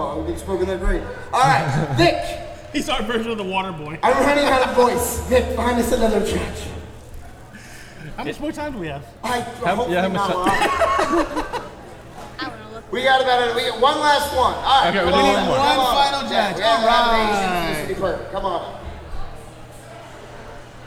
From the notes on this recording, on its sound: Indy Pop Con Live! Now you get to hear both of the live episodes we did at Indy Pop Con.